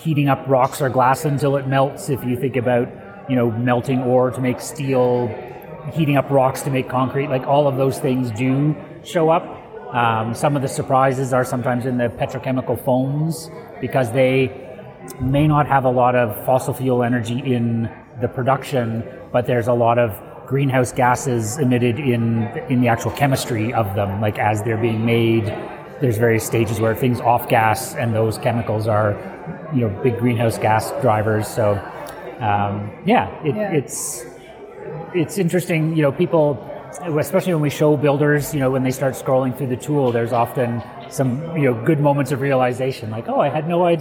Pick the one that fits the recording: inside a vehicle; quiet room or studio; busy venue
busy venue